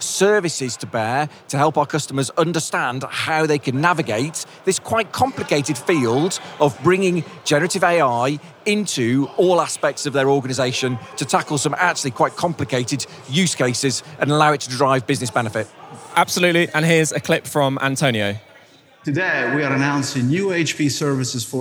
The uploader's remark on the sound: We’re coming to you very nearly live from the floor of Hewlett Packard Enterprise's Discover event in Barcelona.